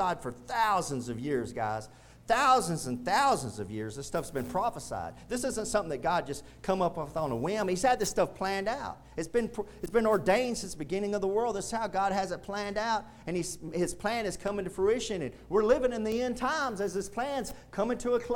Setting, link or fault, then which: setting, large echoing room